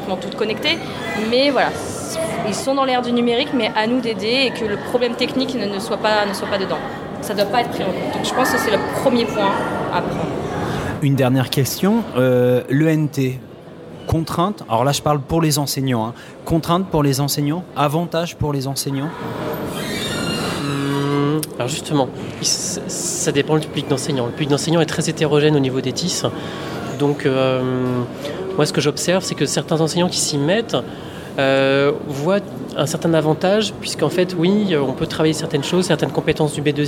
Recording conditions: busy venue